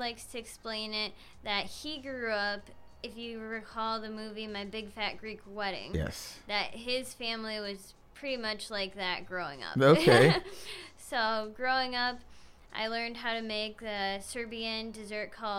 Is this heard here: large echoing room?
no